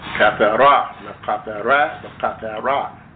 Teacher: When I say tha, we're talking about a TH. When I say ra, we're talking about an R, a rolling R.